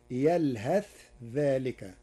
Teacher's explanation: قرأ ورش كلمة يلهث بالإظهار وصلا، وهي من لغات العرب، فتصير يلهث ذلك.